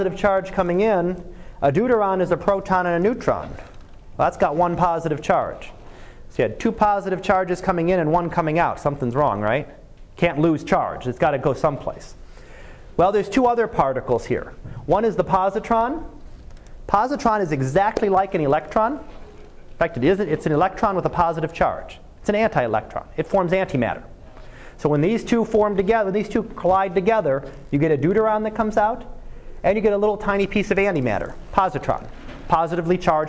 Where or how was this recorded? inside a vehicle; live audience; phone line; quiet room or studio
live audience